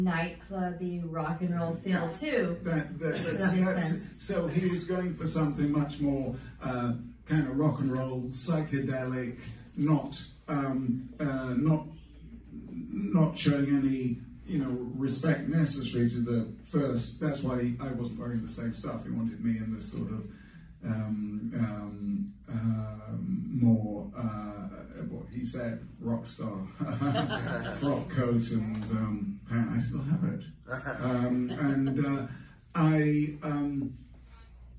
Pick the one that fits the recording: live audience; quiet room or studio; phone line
live audience